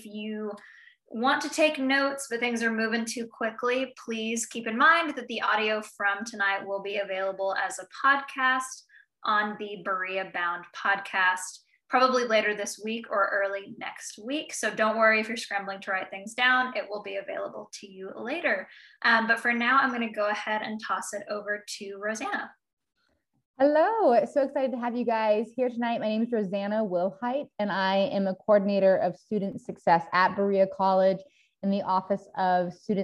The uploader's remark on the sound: Audio of the informational Zoom session with Student Financial Aid Services.